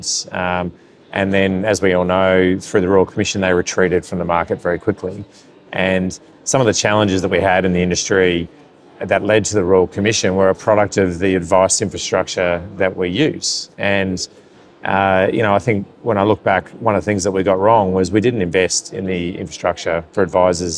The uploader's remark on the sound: spoke to Financial Standard at the Association of Financial Advisers (AFA) Thrive conference